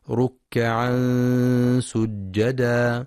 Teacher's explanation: تنوين جاء بعده حرف السين، إخفاء حقيقي بغنة مرققة